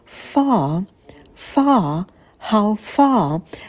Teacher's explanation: звук «ф» мы тянем, и далее долгий «а»